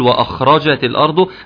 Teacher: لأن الخاء مفخمة، هتسحب معها الهمزة لفوق وهتسحب الواو لفوق · Term: تفخيمها